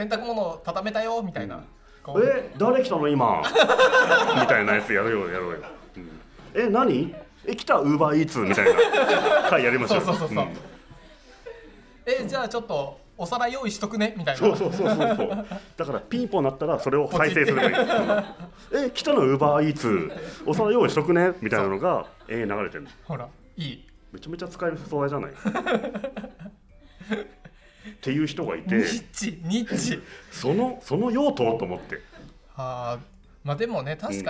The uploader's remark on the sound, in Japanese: 公開収録